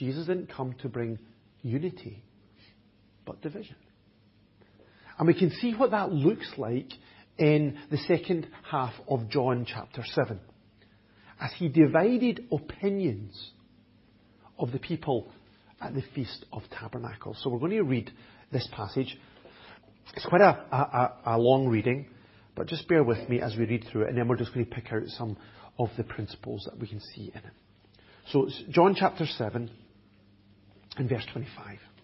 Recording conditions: large echoing room